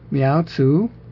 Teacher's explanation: Miaozu should be rising both times.